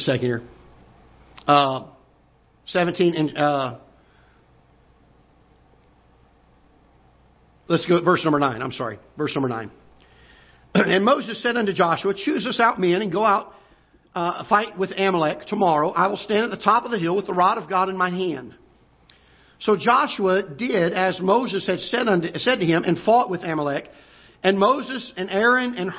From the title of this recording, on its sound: Ketha Heights Baptist Church ~ Live Broadcast